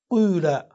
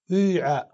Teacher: أن تضم الشفتين على هيئة الناطق بالضمة ولكن تنطق بكسرة. فتقول مثلا في قال قيل، وفي باع بيع، وهكذا. · Term: الإشمام